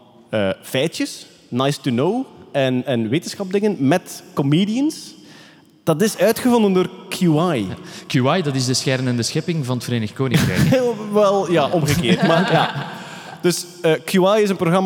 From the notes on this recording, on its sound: Nerdland Special: Science Comedy (Live in Captain Comedy Club).